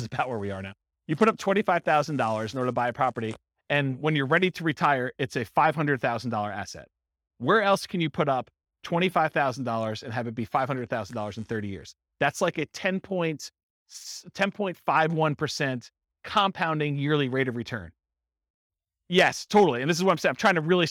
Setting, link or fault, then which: setting, live audience